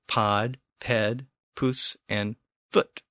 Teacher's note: Once again, we see the shift to an F sound in the Germanic languages.